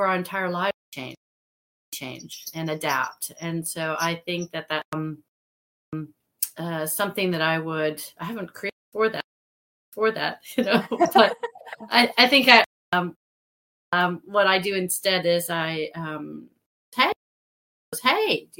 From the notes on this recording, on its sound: We apologize for the slightly wonky recording in the first two minutes of this episode.